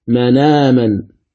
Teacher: الهمزة في آمن ننقل حركتها إلى الساكن قبلها النون، ماذا تصير؟ تصير النون مفتوحة، والهمزة تحذف. · Term: النقل